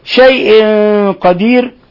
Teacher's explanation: شيء قدير تنوين كسر، تنوين كسر جاء بعد حرف القاف، إخفاء حقيقي. وأيضا هنا الغنة مفخمة لأن القاف من حروف يعني الحروف المفخمة من حروف الاستعلاء. قدير حالة الوقف عليها، لاحظوا ترقيق الراء، لأن الراء حينما تسكن ويسبقها ياء ساكنة فترقق.